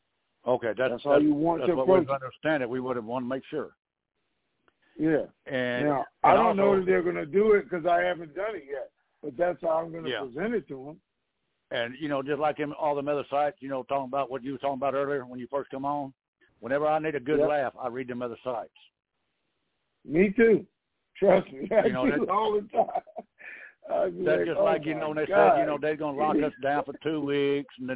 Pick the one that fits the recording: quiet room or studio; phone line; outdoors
phone line